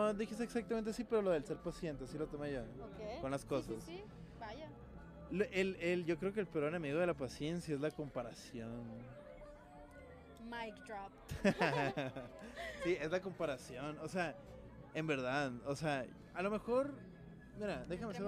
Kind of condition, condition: setting, busy venue